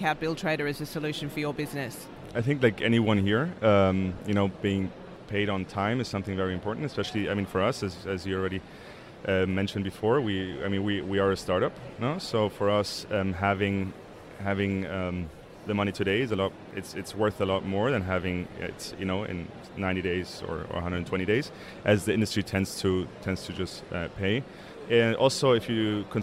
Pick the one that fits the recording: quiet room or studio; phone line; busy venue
busy venue